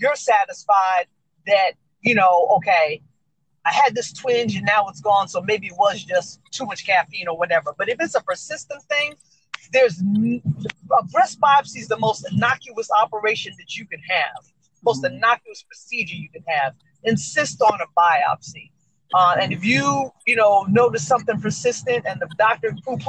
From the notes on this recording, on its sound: (Once again please excuse the static ).